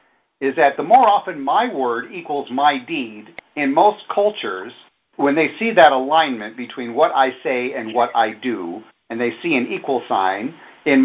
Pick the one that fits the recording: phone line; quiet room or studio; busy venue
phone line